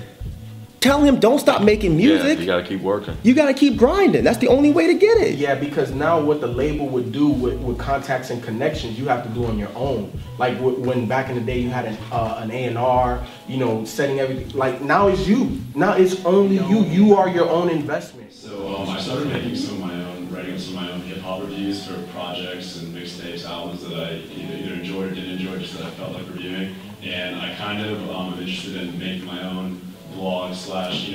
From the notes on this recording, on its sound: Live Taping at Florida State University.